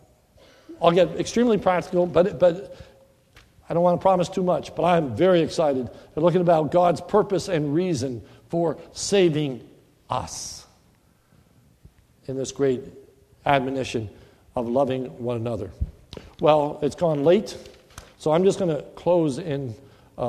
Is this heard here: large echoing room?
yes